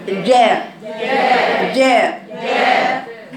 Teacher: وسط اللسان مع ما يحاذيه من الحنك الاعلى. صفاته الجهر. · Term: حرف الجيم